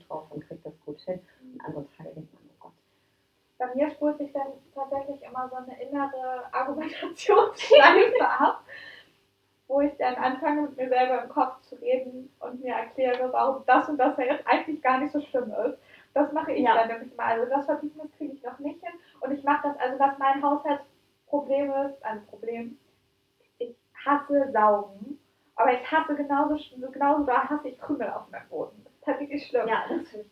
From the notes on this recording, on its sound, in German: Als wir unseren neuen Podcast zum Thema PERFEKTIONISMUS aufgenommen haben, ist uns doch einfach nicht aufgefallen, dass das Mikro gar nicht aktiviert war. Zur Überraschung aller, hat die Faszination über die gute Aufnahmequalität des Laptops überwogen.